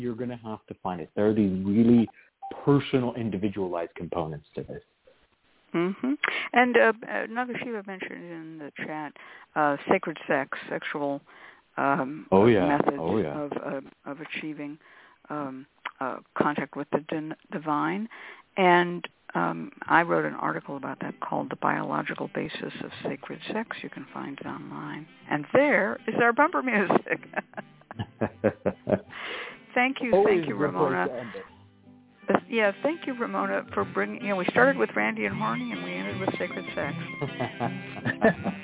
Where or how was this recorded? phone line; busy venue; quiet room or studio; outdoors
phone line